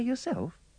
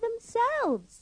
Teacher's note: pay attention to the pronunciation of the your in yourself, the her in herself, and the them in themselves. Remember to use the schwa.